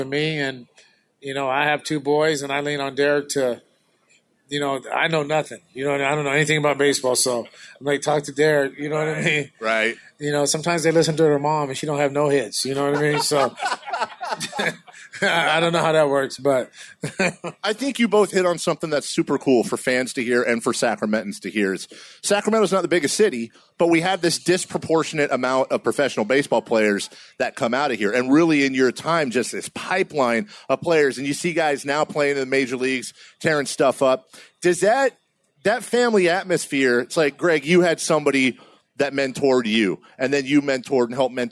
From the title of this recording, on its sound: Live At Sports Fest